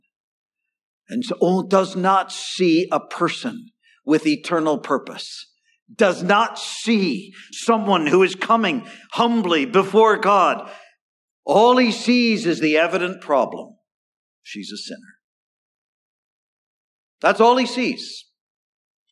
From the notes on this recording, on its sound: Gospel Audio Recording from Ballyclare Gospel Hall